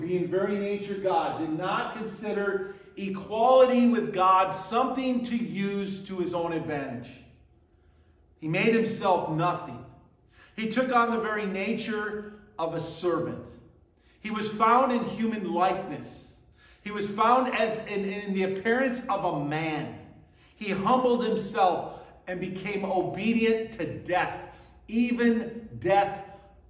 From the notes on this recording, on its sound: at Burlington Christian Church on December 3rd, 2023